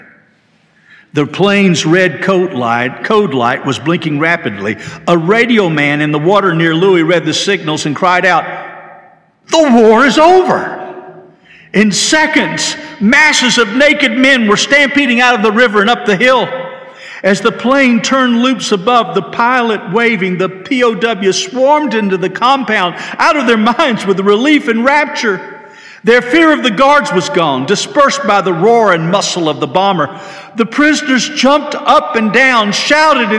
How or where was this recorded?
large echoing room